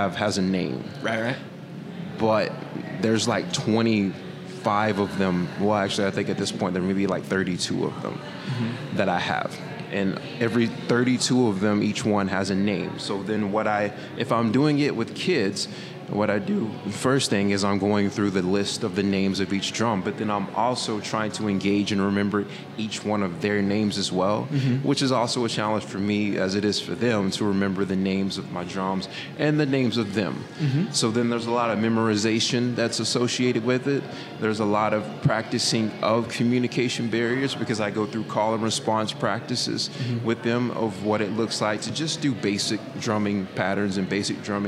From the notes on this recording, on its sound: Wishful Drinking is always recorded live in Downtown Tyler, Tx at The Foundry Coffee House over a delicious cup of coffee.